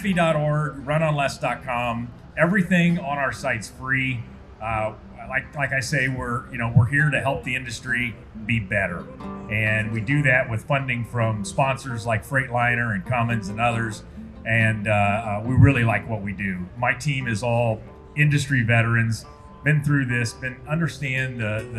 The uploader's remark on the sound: a panel discussion held at the Mid-America Trucking Show last month